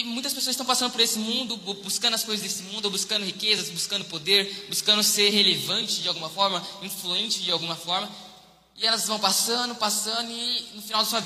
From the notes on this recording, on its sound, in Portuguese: Mensagem ministrada ao vivo em 18/12/2021.